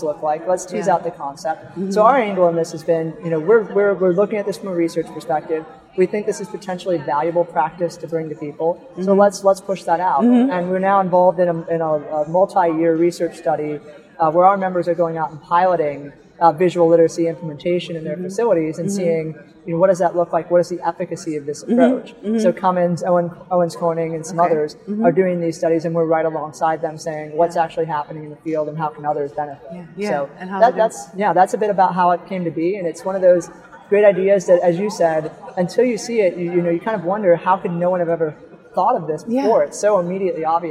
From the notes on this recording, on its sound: Live on the Expo floor of the NSC Congress.